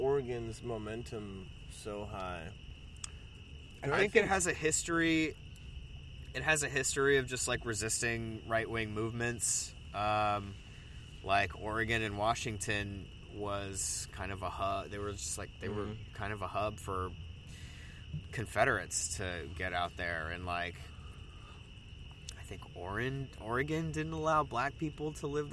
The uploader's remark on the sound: recorded at the outdoor studio (the park)